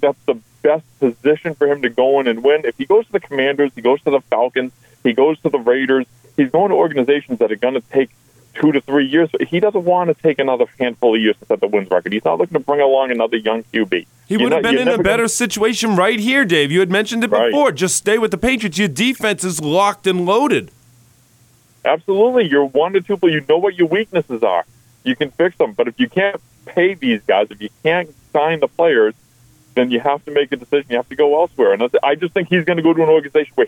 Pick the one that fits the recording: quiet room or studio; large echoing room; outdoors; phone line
phone line